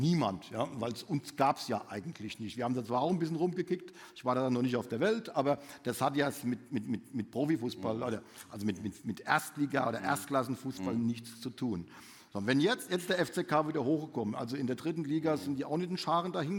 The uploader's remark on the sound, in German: im Live-Bühnentalk auf der FANOMICS Konferenz im April 2023